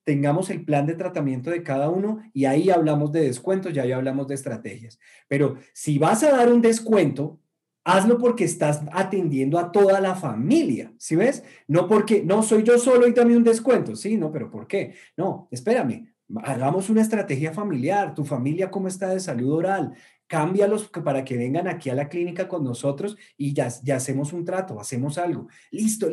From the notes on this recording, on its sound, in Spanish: Una charla privada que tuvimos el día de hoy con nuestros clientes del programa de Coaching Premium. Es un audio extraído de Zoom y por eso la calidad no es la acostumbrada.